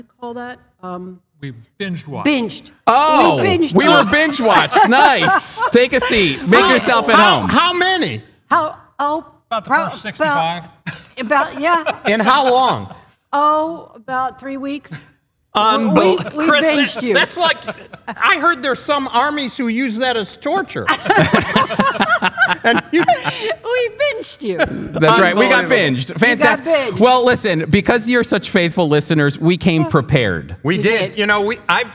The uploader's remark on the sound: W/ a live audience in Tampa.